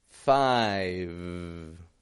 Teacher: I'm only holding that V position, letting the sound fade.